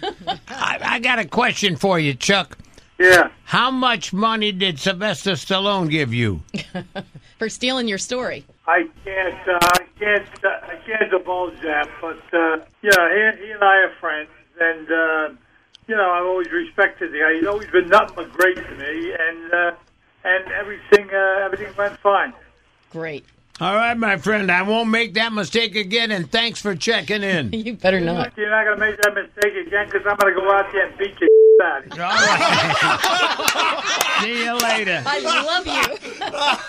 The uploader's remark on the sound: He called in to give him a piece of his mind.